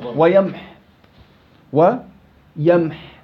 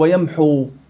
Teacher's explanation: بعض الطلاب يجي يقول لك ويمحو، لا ما في واو، توقف على حاء ساكنة · Shown in: first take